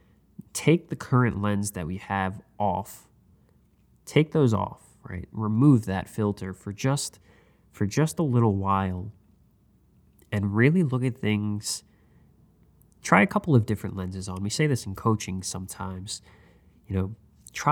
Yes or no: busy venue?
no